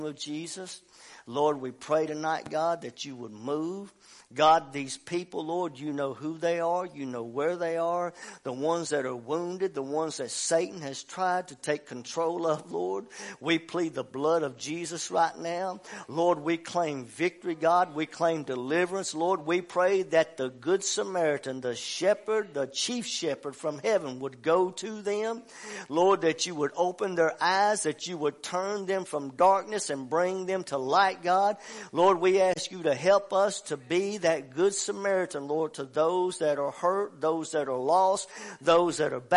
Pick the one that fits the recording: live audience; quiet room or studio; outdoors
live audience